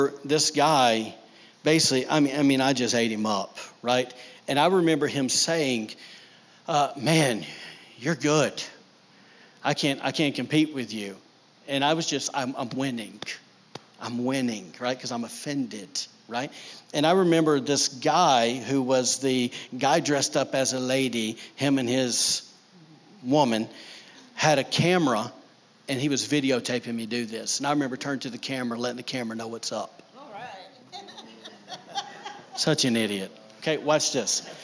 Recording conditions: large echoing room